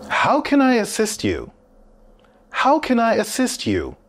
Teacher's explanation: listen for the falling intonation at the end of this question.